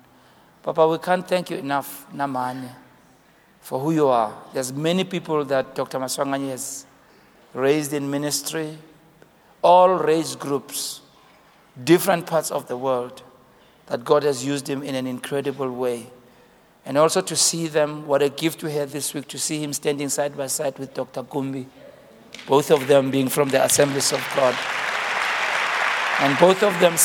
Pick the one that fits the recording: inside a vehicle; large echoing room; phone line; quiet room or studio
large echoing room